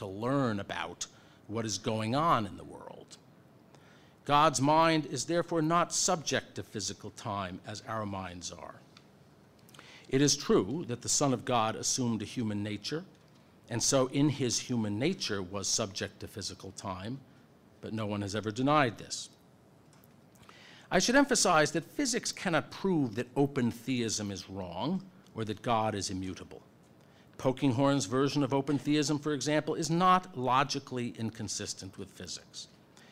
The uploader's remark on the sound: At Franciscan University. Speaks before a full house at the Science and Faith conference.